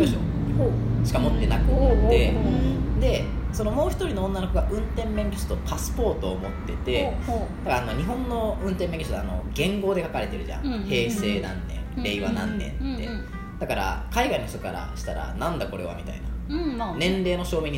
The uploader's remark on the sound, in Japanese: 録音場所は、とあるホテルのキッチンのため、たまにキッチンを利用している音がします